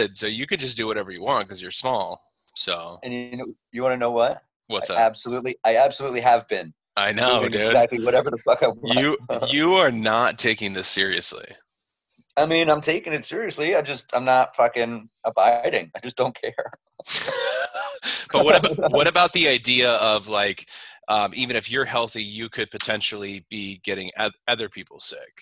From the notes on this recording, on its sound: The audio is a little shitty now because we're recording over Zoom.